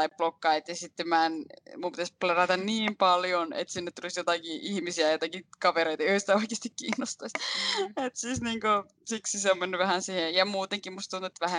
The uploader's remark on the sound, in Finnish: Podcast on äänitetty täysin etänä, koska sen tekijät ottavat ystävällisesti sosiaalista etäisyyttä toisistaan.